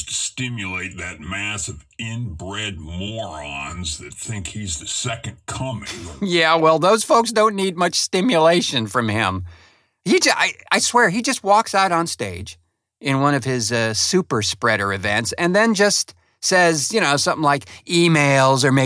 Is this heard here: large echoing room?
no